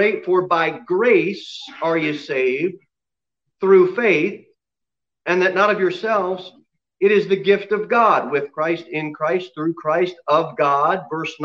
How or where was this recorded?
large echoing room